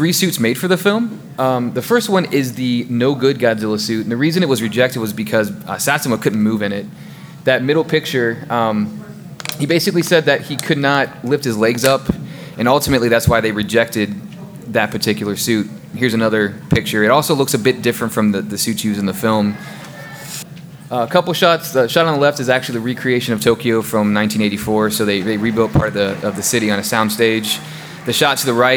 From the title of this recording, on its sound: KT Live at G-Fest 2019